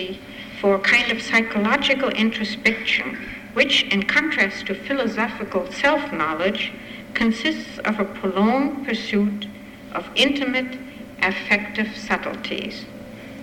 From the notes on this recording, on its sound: Recording of part one of a two-part lecture. As part of the Formal Lecture Series.